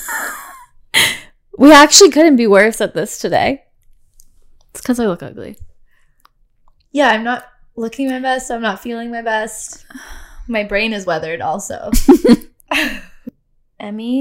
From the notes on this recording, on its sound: Promise we're trying to figure out our audio.